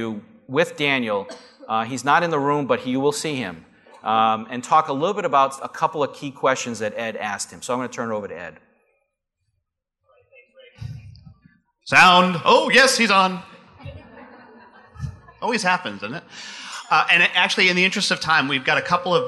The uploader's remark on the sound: Live Broadcast at the The IPBC IGNITE Conference.